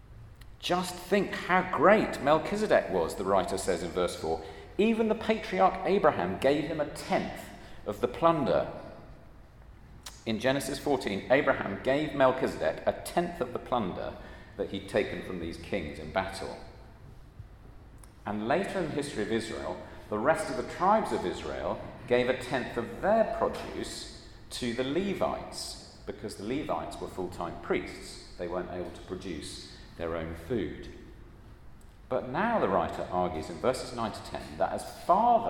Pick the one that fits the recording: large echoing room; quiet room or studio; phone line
large echoing room